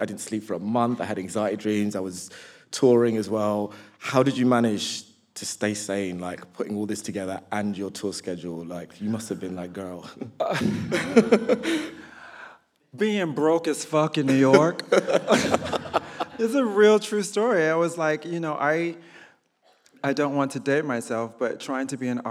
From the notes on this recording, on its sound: live from Southbank Centre